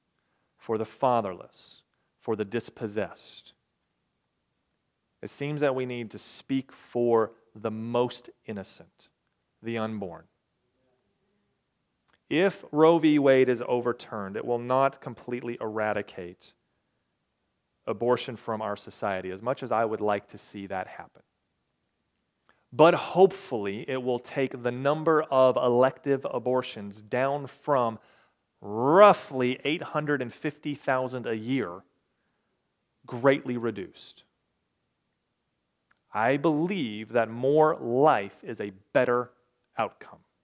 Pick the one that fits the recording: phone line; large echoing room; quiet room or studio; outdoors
large echoing room